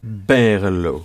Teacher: Et à l'oral, on insiste sur Ber.